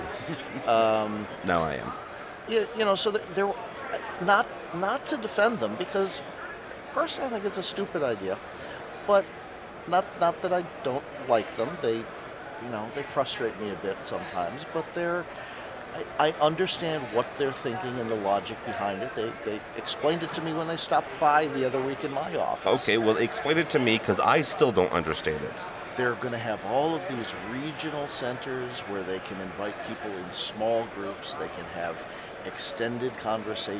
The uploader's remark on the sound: We are live at InfoComm 2012